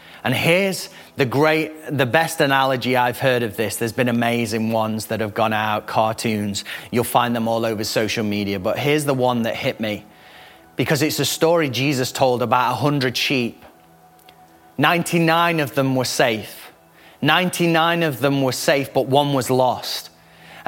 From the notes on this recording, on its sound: Recorded live at the Chesterfield Campus this is the message from the service broadcast.